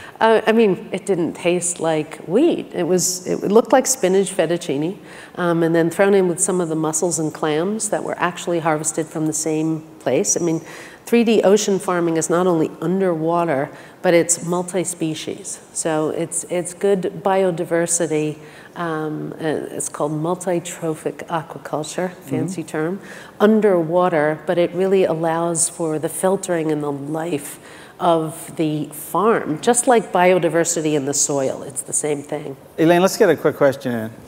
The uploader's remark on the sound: The best of live interviews from GreenBiz events.